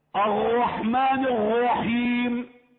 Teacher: قلب الراء إلى غين